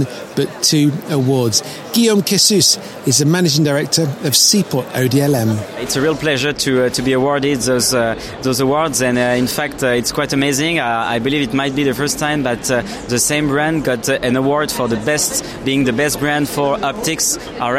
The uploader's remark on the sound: "live" from Silmo Paris 2023. Right from the heart of Silmo 2023. He stops off at the Startup Village.